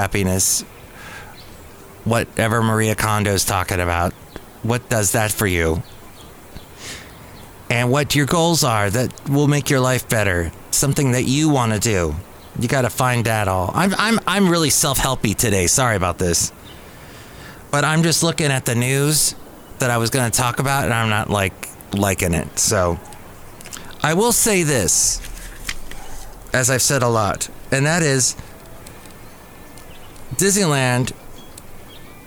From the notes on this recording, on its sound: podcasts live from Cafe Anyway